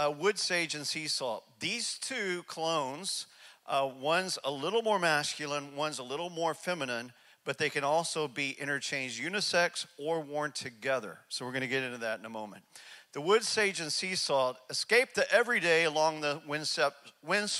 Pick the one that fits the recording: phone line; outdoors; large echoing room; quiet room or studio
large echoing room